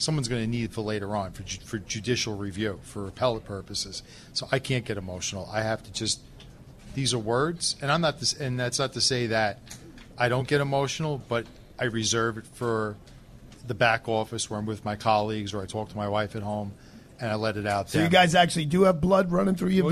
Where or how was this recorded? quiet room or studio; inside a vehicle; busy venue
busy venue